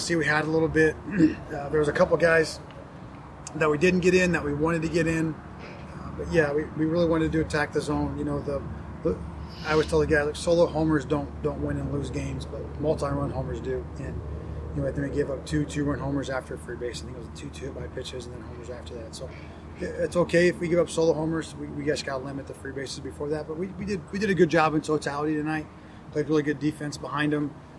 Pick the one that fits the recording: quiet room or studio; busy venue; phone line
busy venue